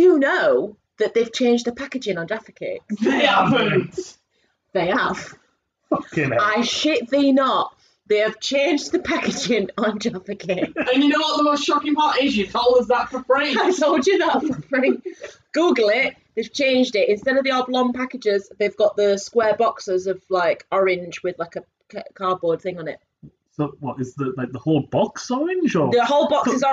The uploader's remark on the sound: We are aware that the audio quality is not brilliant. The laptop we are using was recording the audio through it's in-built microphone rather than the external microphones we had set up.